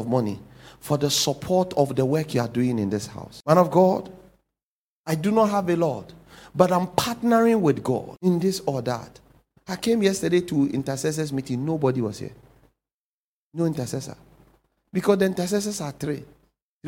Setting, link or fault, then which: setting, large echoing room